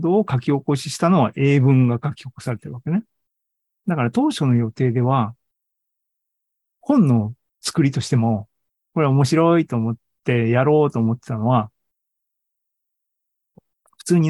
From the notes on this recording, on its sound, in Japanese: ２０２３年５月３１日に開催した ZOOMライブの模様です